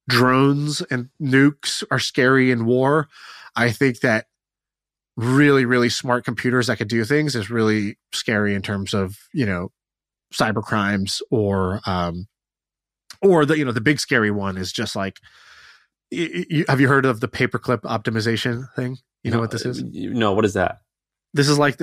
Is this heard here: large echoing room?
no